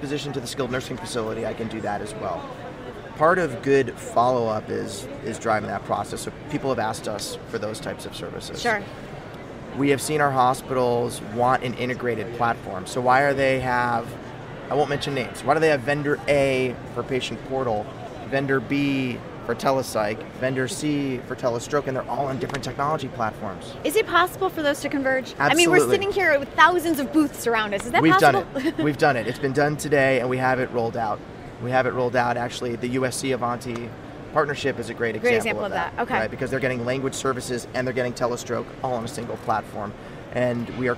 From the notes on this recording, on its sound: LIVE From #HIMSS17